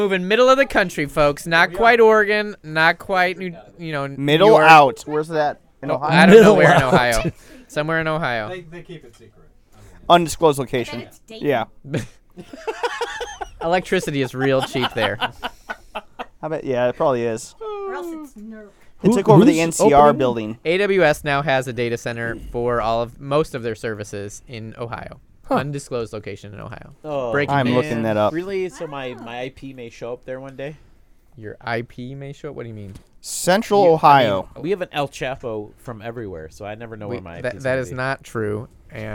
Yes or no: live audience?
no